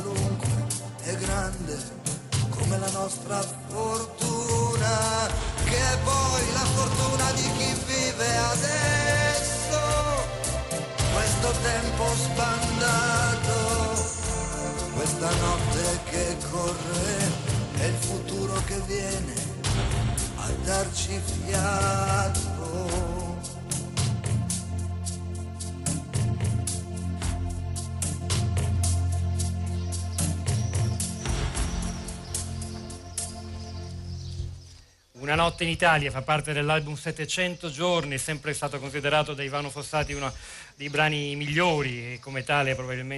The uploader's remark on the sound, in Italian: Prima diretta dal Festival dell&#39;Economia di Trento